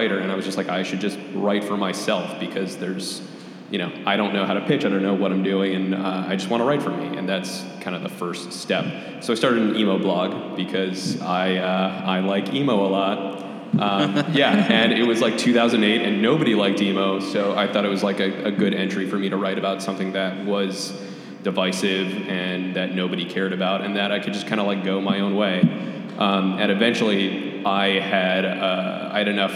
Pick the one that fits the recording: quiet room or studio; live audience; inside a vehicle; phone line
live audience